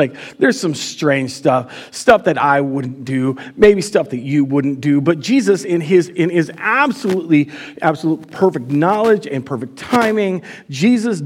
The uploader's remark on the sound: Recorded live at Word of Life Church in Le Sueur, Minnesota. Powered by Restream (Bensound Royality Free background music).